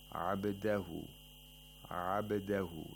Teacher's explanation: Abdahu, we have qalqala of ba. The sound of ba should bounce back from its place of articulation and should not be trapped there.